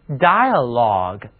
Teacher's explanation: dialogue 读这个词的时候需要嘴型有较大的变化，因为字母组合 I-A 需要观众朋友首先大张着口发出 I 这个很明显的双元音，接着呢需要圆滑的过渡到单元音